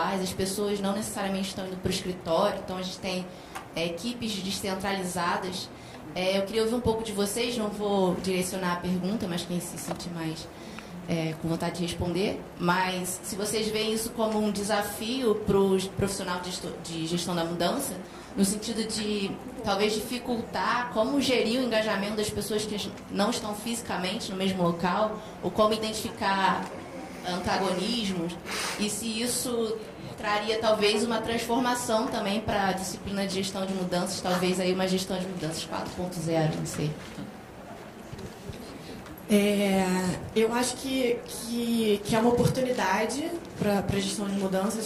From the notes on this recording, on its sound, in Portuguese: Áudio do vídeo gravado no Seminário HUCMI de Gestão de Mudanças 2019.